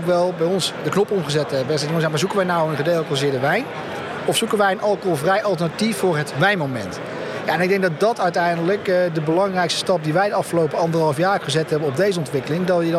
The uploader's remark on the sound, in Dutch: Deze korte serie is live opgenomen op Gastvrij Rotterdam.